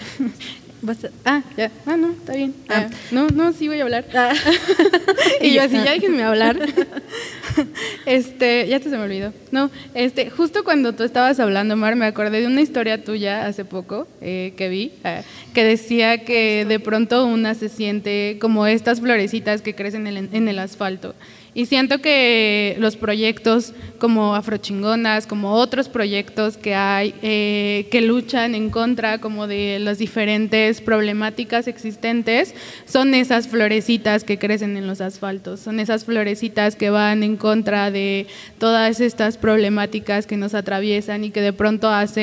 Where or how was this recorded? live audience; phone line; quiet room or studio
live audience